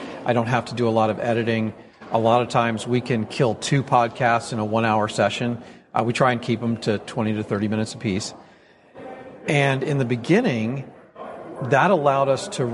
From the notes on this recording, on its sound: right in the heart of the IT Nation conference in Orlando, Florida